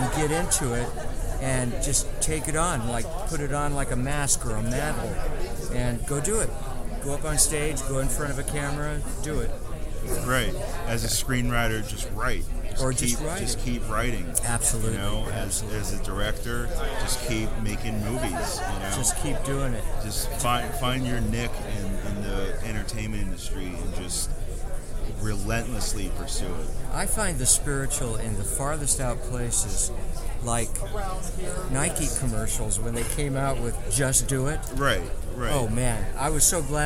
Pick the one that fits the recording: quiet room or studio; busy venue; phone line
busy venue